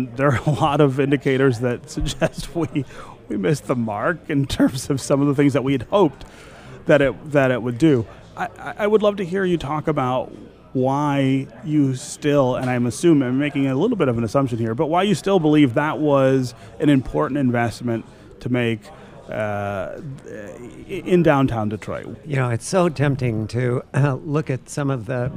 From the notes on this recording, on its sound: from the 2019 Mackinac Policy Conference